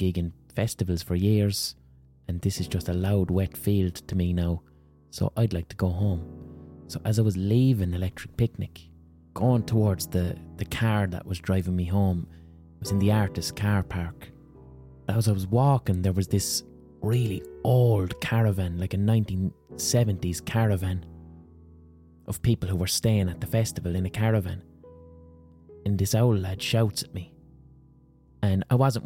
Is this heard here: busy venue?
no